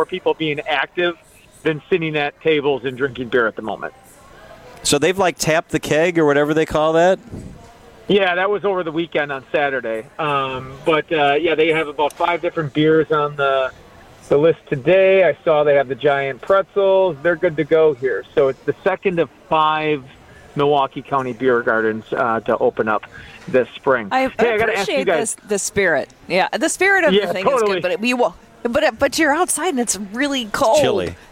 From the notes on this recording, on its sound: Is live from the Estabrook Park beer garden. It was a little chilly for beer gardens today.